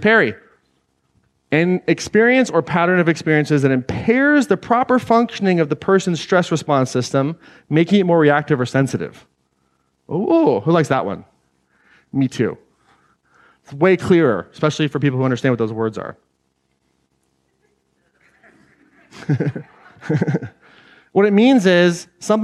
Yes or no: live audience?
yes